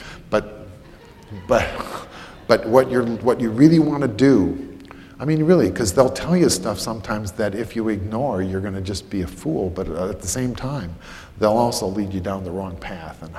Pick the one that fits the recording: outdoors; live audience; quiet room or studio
live audience